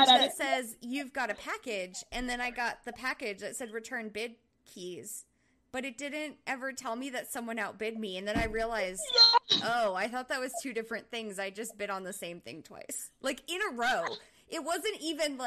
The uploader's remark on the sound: First Live Event! We had some technical difficulties because we were too excited to wait another week to work them out. From Santa Monica, California. From Oklahoma City, Oklahoma.